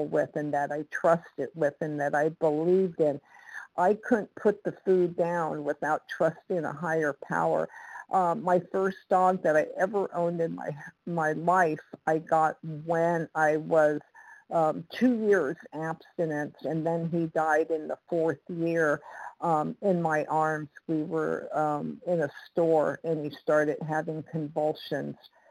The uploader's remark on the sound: 100 Pounders Phone Meeting